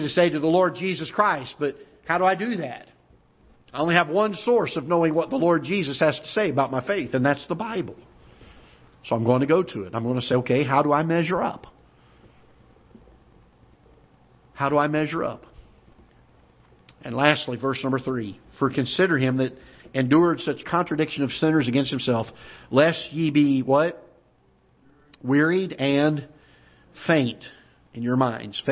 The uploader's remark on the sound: Ketha Heights Baptist Church ~ Live Broadcast